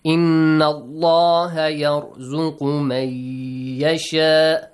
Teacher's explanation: Like here we have, inna allaha yarzuqu man yasha, idgham. Merge the sound, idgham with ghunna, nasal sound.